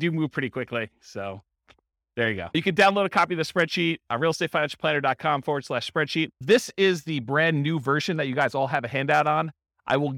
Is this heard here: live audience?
yes